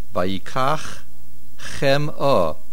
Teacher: Vayikach ends with a ches, chem o begins with a ches. Make sure we hear both.